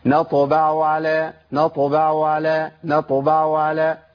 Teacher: العين بهتت خالص ما بقتش باينه